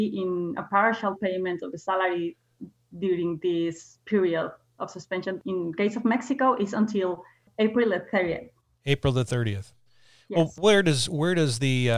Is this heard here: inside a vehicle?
no